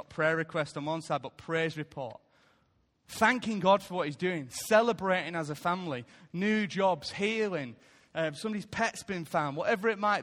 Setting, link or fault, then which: setting, large echoing room